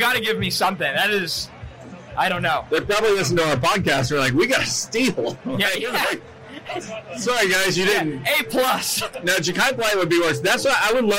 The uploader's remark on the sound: Live From MNF At MetLife Stadium